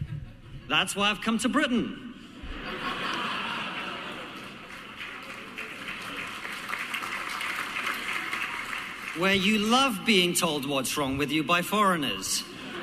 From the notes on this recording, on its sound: speech at the 2023 Alliance for Responsible Citizenship (ARC) Conference